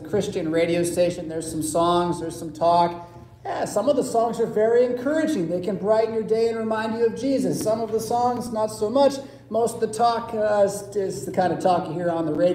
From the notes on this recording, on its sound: Preached at St Paul Lutheran Church , Rockford, Illinois on February 27, 2022.